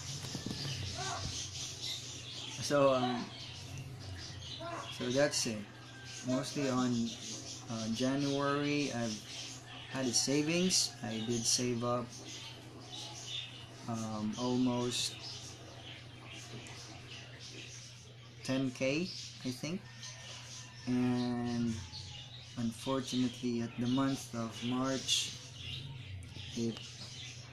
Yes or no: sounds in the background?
yes